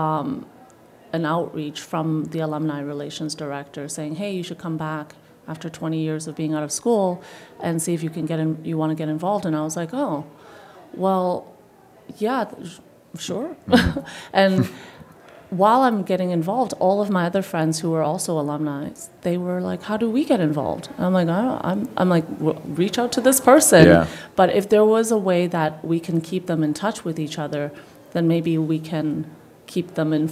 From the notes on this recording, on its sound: Live from the 2023 CEWIL Conference.